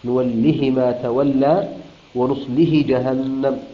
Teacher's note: بكسر الهاء بدون صلة